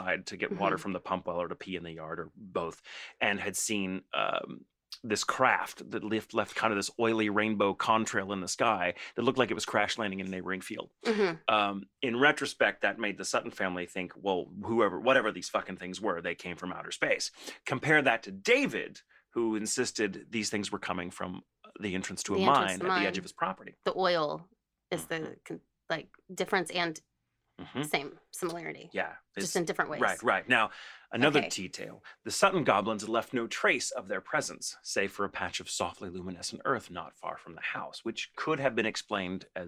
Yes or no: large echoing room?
no